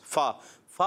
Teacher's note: फा अदा होता है ऊपर के दांतों के किनारे, जब ऊपर के दांत है ना उन किनारे जब नीचे वाले होंठ के तर हिस्से से लगते हैं तो अदा होता है फा।